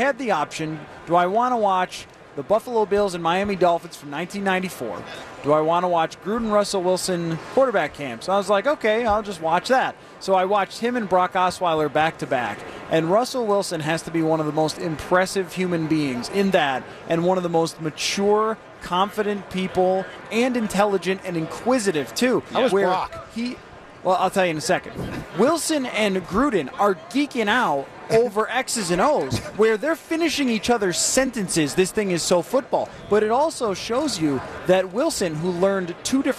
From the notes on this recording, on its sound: are live from Radio Row all week